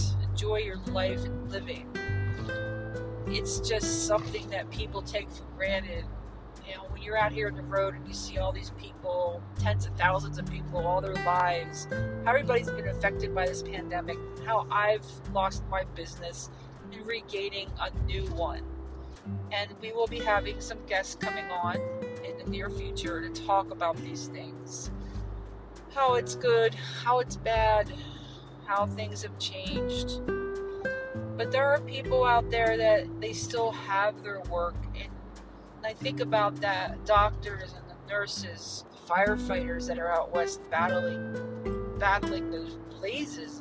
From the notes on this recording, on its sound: On the Road to Vegas! 2500 miles of who knows what to expect! Recording straight to the Anchor app! No studio this time but we are out of the studio!